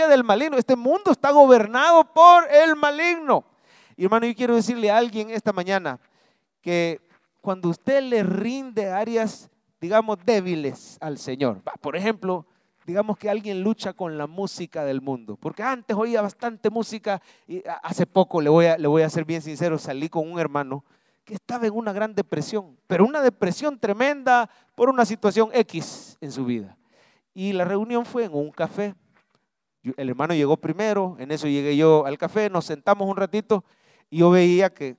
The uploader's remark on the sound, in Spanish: Mensaje predicado en vivo desde el Centro Familiar de Adoración.